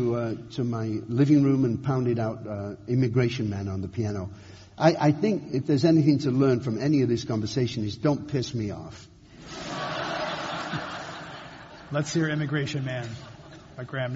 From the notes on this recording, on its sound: This program was recorded in front of a live audience at The Commonwealth Club of California on November 15, 2013